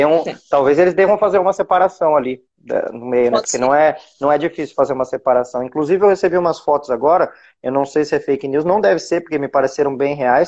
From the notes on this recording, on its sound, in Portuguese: Essa live foi realizada no Instagram